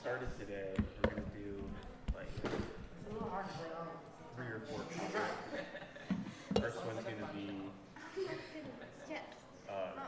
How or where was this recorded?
busy venue